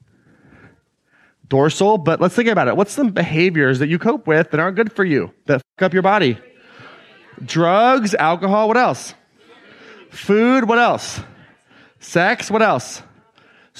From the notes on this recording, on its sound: an excerpt taken from Claim Your Power Live 2019